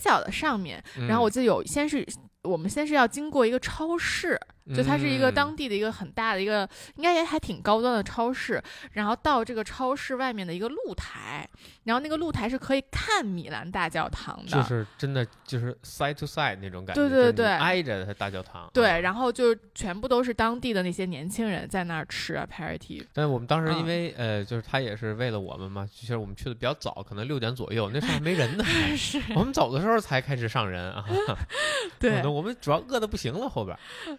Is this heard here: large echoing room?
no